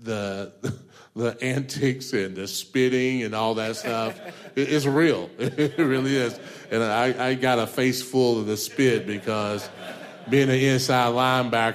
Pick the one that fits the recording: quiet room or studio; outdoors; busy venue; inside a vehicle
busy venue